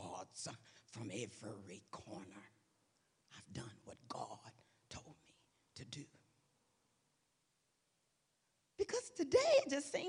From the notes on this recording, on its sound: This week's service, recorded live on June 18, 2023